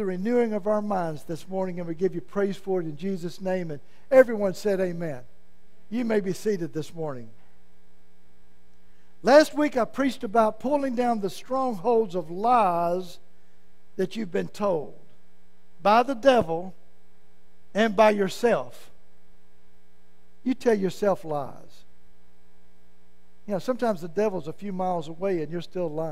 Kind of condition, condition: setting, large echoing room